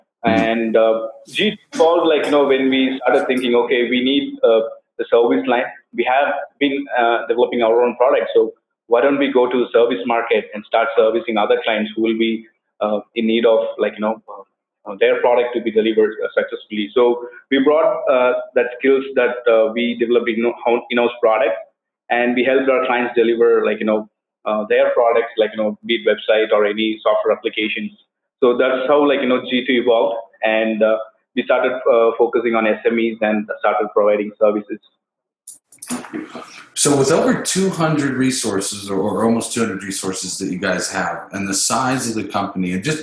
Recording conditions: poor sound quality